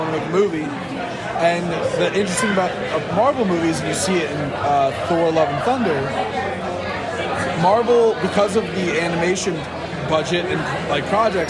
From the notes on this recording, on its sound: Birthday brewery crawl. At each stop we recorded a 5 minute segment with surprise guest.